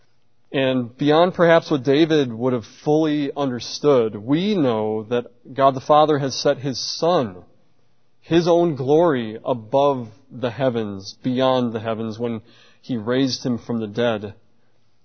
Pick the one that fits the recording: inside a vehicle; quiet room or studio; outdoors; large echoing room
large echoing room